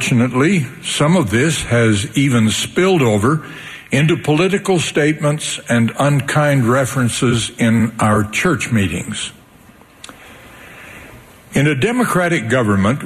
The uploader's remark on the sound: The Saturday Morning Session of the 190th Semiannual Church of Jesus Christ of Latter-day Saints General Conference, October 3, 2020.